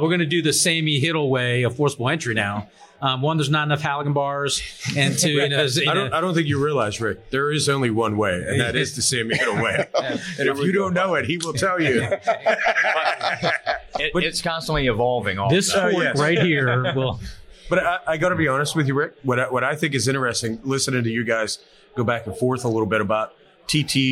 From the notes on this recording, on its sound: Live at FDIC. Host a livestream discussion from FDIC International 2023.